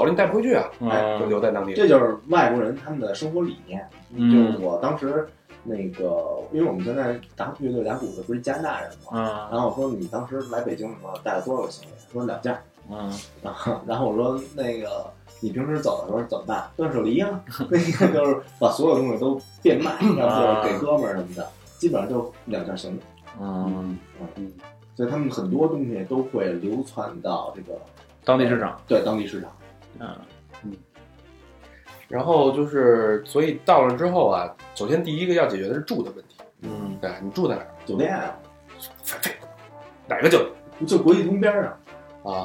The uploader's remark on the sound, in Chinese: 由于不可描述的原因，导致本期录音质量跟吃了屎似的，请大家原谅